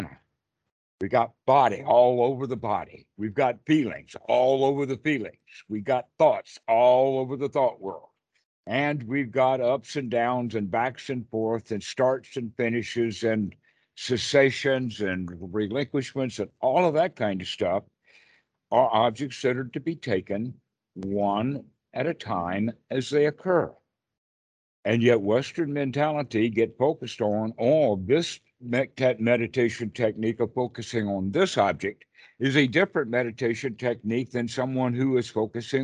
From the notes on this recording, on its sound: skype calls